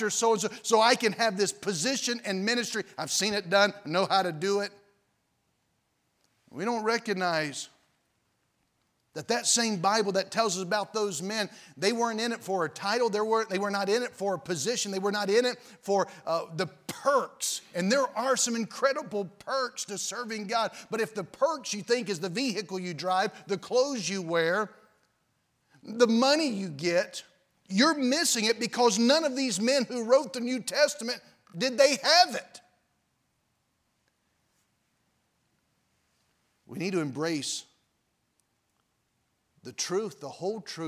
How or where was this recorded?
large echoing room